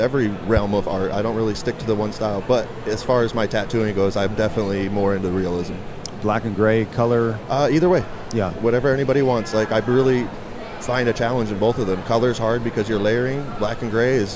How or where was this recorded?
busy venue